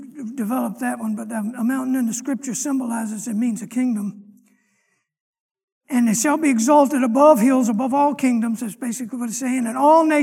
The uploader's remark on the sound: Sunday morning lecture